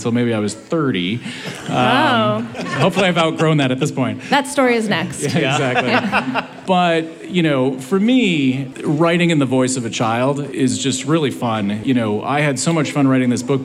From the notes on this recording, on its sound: LARB Radio was live at The Last Bookstore in Downtown LA this past Sunday at the Book Release Party. Captivated the overflow crowd.